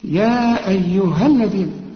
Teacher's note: طلع لسانك بقى في الذال